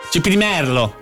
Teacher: Mi sto frustando da solo perché allora si dice cipirimerlo con la R, quindi complimenti a chi diceva che si diceva appunto con la C, con l'accento sulla penultima sillaba, va bene. La parola si pronuncia con la E aperta, cipirimerlo, merlo.